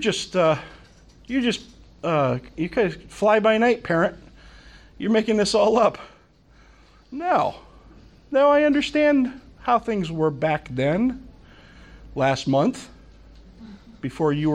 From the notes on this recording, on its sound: From the Summer 2015 Clearnote Conference.